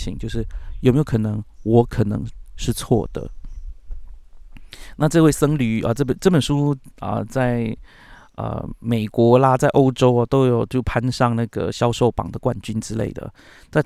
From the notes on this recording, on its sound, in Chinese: 把錄音室搬到陽明山不知名的山徑裡